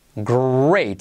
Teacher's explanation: Tenemos letra clave R y esa R siempre trae consigo como una U.